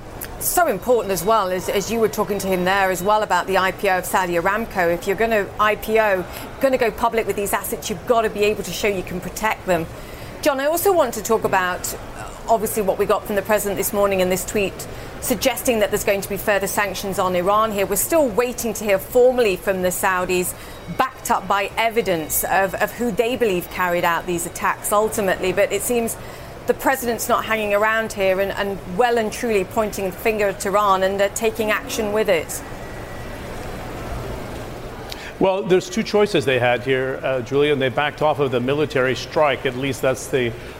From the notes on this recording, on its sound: live from the New York Stock Exchange